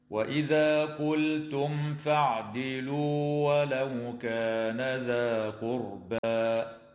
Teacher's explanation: قوله تعالى: وإذا قلتم فاعدلوا ولو كان ذا قربى، اللام في كلمة قلتم تسمى بلام الفعل، وحكمها هنا الإظهار. وتظهر الميم الساكنة عند الفاء في قوله تعالى قلتم فاعدلوا